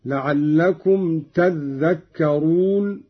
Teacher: قوله تعالى: لعلكم تذكرون، قرأ قالون بتشديد الذال هكذا: لعلكم تذكرون، على إبدال التاء ذالا وإدغامها في الذال